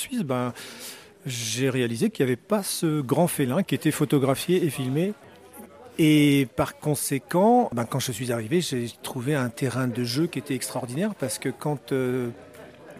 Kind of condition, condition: setting, busy venue